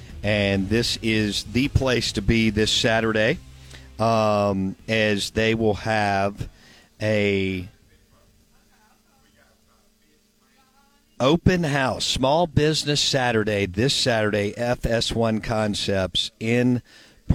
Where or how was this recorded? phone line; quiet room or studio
phone line